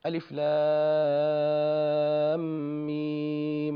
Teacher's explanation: فهذا يقال له المد اللازم الذي يلزم مده، ويلزم مده بمقدار 6 حركات، وهذا عند الجميع، هذا عند الجميع، الجميع يمد اللازم بمقدار 6 حركات.